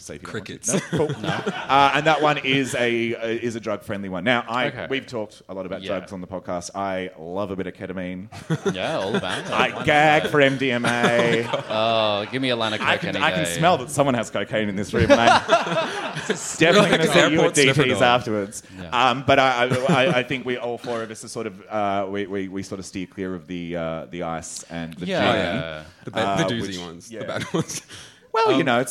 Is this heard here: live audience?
yes